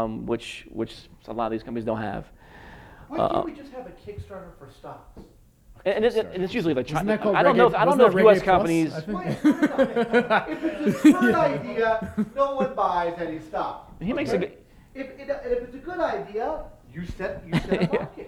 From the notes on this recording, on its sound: My live panel from the MicroCap Rodeo 2019 in Austin, TX.